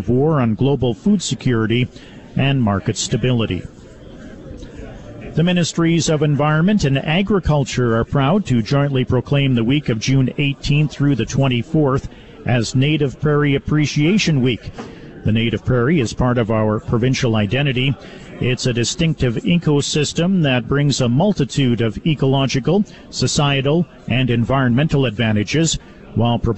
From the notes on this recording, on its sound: Live from Canada's Farm Show in Regina